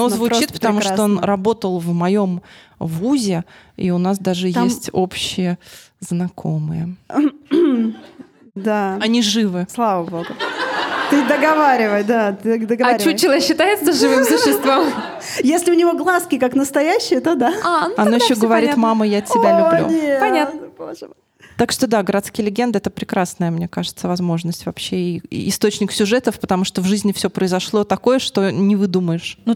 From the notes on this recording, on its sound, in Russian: У нас в ушах еще стоит шорох бумажных стаканчиков и ваш смех, как заготовка, звучащий именно там, где нужно, а сердце колотится от вида полного зала. Запись не способна передать всю любовь и тепло праздничного вечера, но часть их вы точно почувствуете.